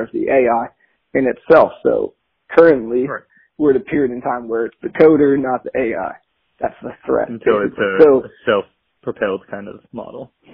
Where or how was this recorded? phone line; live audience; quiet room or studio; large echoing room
phone line